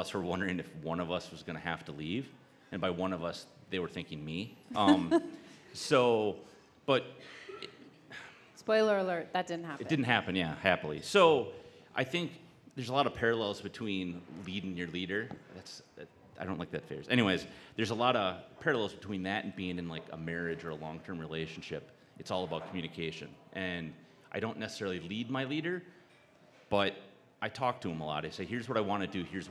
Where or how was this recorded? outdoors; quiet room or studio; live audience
live audience